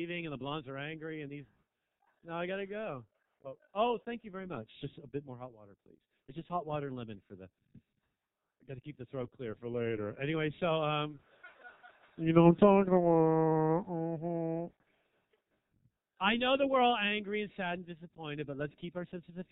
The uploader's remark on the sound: Stand up comedy set recorded at 19 Broadway, an intimate (read: small) club in Fairfax, California on November 18 2016.